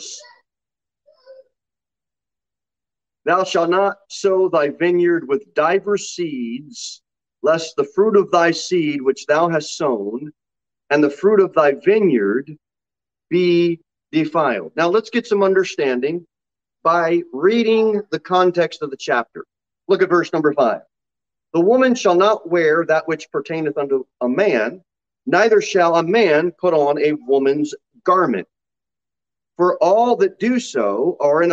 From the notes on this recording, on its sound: Sermon delivered at Pilgrim Baptist Church on Sunday, July 10, 2022 at 6:15 pm.